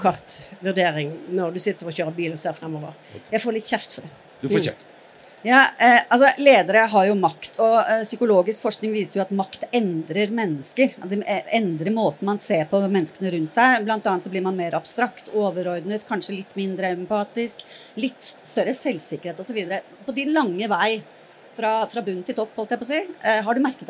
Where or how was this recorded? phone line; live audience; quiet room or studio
live audience